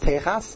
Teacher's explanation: The accent, the emphasis is on the tov.